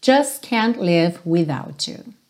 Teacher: Percebe como que você não ouve esses T's, nem do just, nem do can't.